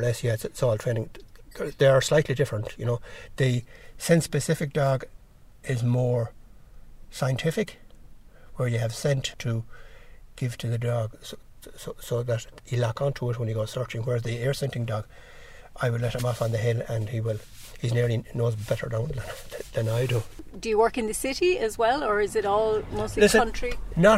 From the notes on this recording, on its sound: Walking the Connemara hills with SARDA Ireland. I spent a few hours being their dogsbody, that is, acting as a 'missing person' for the dogs to find.